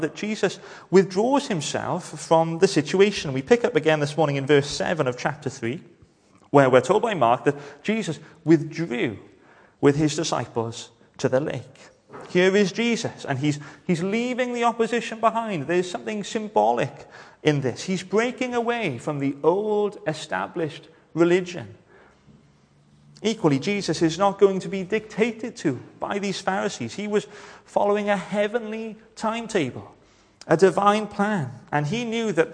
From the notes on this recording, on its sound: Hello and welcome to Bethel Evangelical Church in Gorseinon and thank you for checking out this weeks sermon recordings